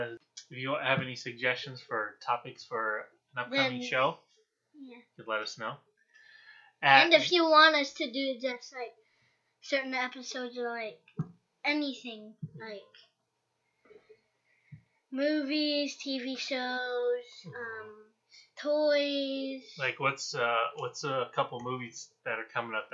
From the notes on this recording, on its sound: While recording our first several episodes we were still figuring things out like recording, which mic to use, and editing so please bear with the sound quality.